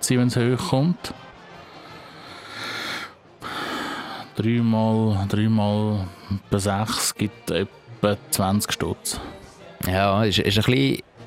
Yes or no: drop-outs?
no